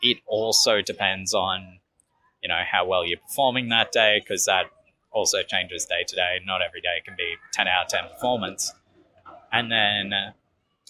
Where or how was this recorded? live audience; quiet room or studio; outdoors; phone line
outdoors